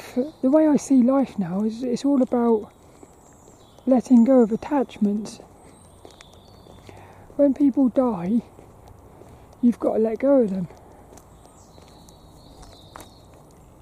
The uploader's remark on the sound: as I walk and talk around Plymbridge Woods